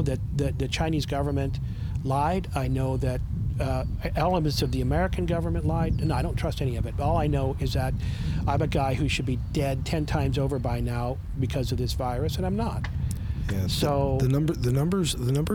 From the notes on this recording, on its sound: Our apologies for the wind noise!